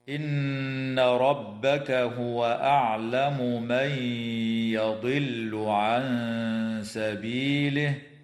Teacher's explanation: تغن النون المشددة من كلمة إن عملا بقول صاحب التحفة، وغن ميما ثم نونا شددا، وسم كلا حرف غنة بدا. · وتظهر الميم عند الميم في قول الله تعالى: أعلم من